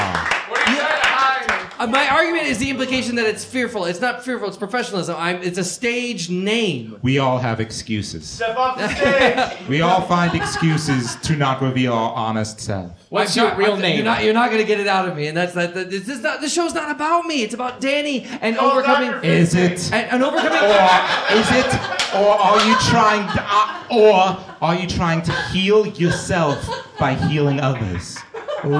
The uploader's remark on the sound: Live from Bughouse Theater in Chicago, IL